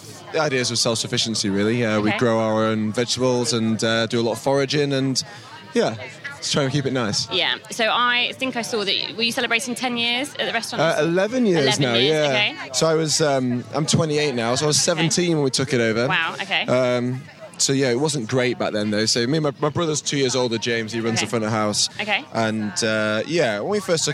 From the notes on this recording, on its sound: at the super-foodie Wilderness festival in Oxfordshire